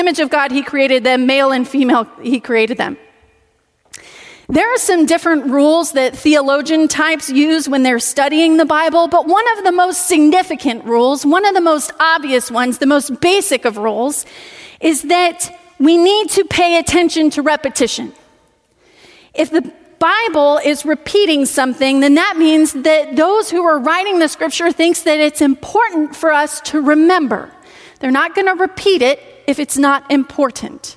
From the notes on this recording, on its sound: Message delivered during the Contemporary Worship Service.